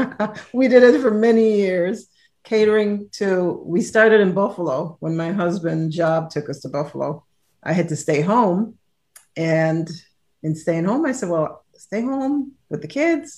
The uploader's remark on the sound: Recorded Live on Zoom